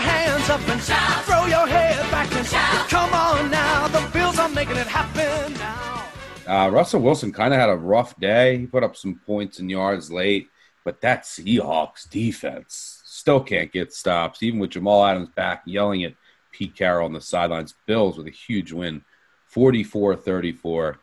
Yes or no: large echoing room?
no